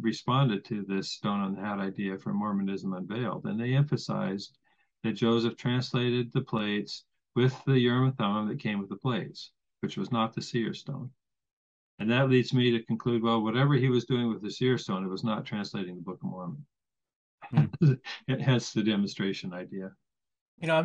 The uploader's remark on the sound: I want to thank him for helping salvage this interview with the added b-roll. I had major issues with zoom and it all ended working out in the end!